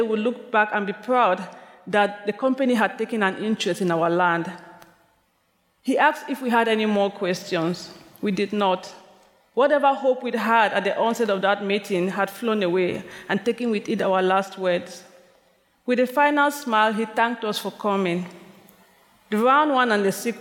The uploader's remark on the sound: recorded at the 2023 AWP Conference in Seattle, Washington.